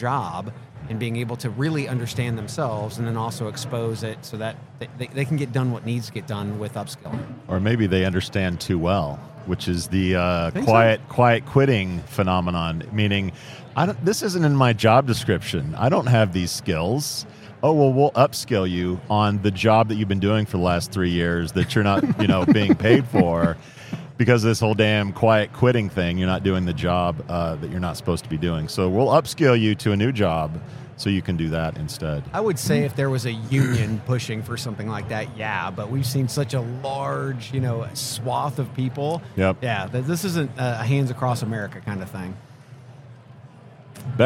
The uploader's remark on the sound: Live at the HR tech 2022 conference